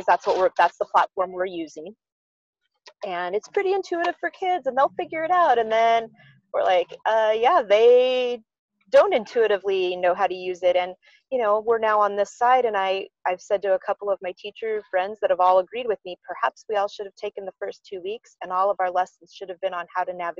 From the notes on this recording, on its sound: She and her family had decided that since they were all working remotely to take a little road trip. Talk to her as they were traveling but we do get to hear a little bit of her trip in the background.